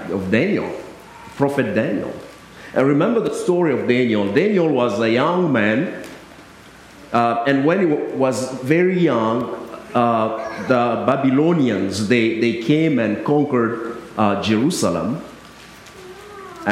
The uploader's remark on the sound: I delivered on December 23rd at both United Methodist Churches in Harris and Lake Park.